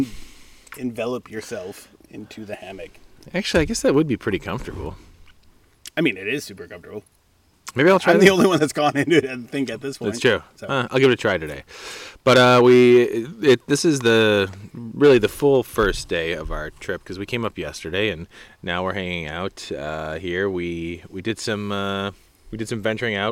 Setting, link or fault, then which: setting, outdoors